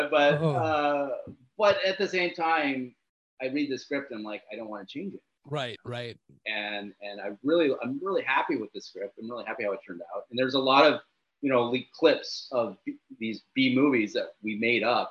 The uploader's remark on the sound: in a drastically time-limited zoom call!